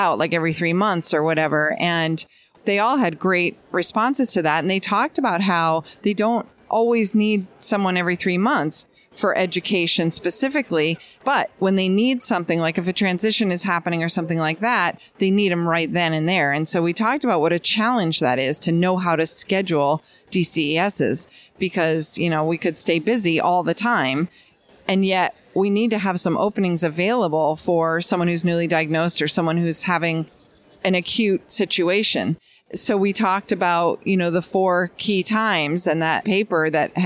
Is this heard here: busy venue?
yes